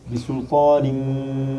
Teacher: Là, on est sur la règle de Iqlam. Le nun devient mim.